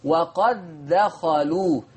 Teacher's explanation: طيب إدغام واجب دي يعني الكل بما فيهم حفص، الكل بيضغم دال قد في الدال